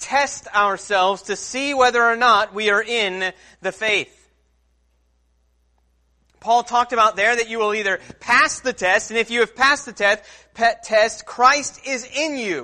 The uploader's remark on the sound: Sermon Preached at Christian Fellowship Church Peru, In on Sunday, November 3rd